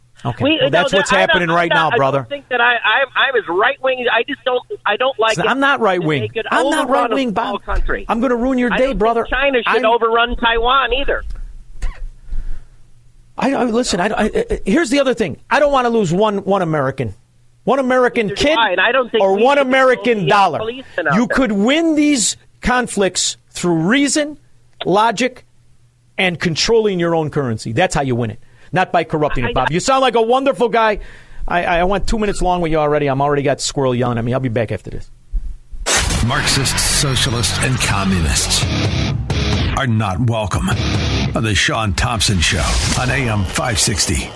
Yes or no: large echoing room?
no